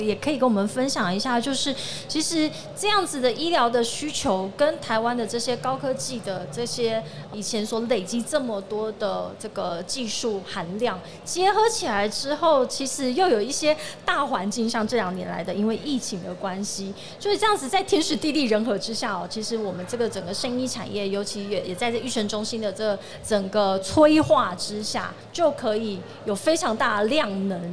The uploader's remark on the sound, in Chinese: 2022 Medical Taiwan台灣國際醫療暨健康照護展 -Live Podcast